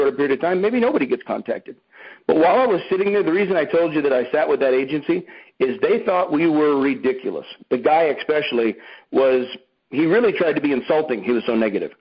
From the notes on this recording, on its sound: Here is a conference call